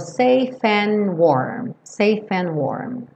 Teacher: Aqui também o é do safe não vai ser pronunciado, então você junta safe com and e esse D do and também sumiu, então ficou safe and warm.